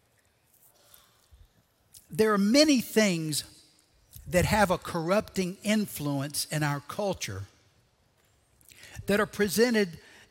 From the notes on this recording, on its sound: Recorded Live at Brookwood Church on 06.04.2023.